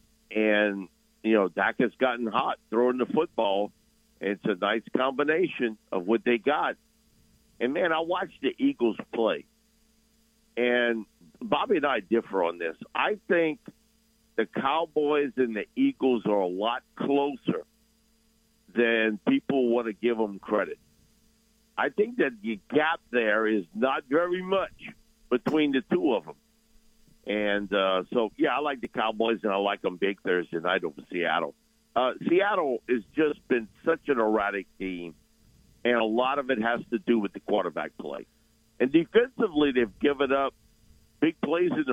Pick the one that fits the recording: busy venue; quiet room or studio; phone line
phone line